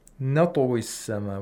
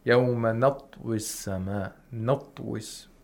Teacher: We have to make sure that the ta, the sound of it is heard. Even though it's sakin, there should be a kind of movement, a vowel-like movement when pronouncing the ta. · Shown in: first take · Term: qalqala